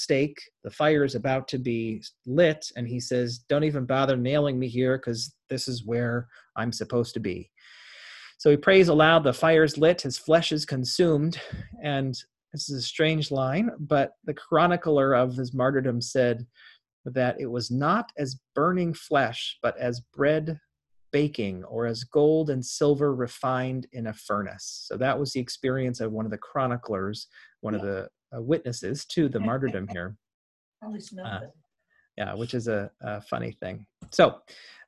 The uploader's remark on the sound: Interfaith Zoom Class. Zoom lecture.